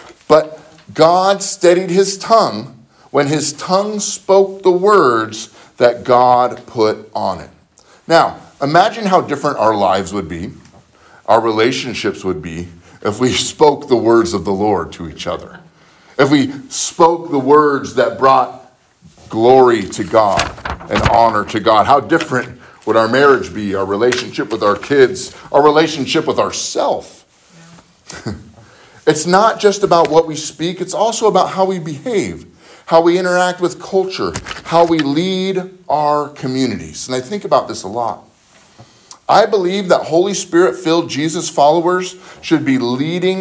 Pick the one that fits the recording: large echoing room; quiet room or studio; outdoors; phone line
large echoing room